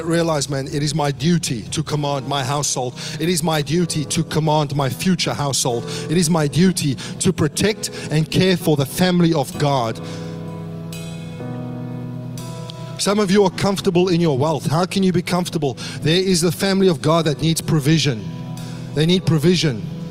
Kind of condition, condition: setting, large echoing room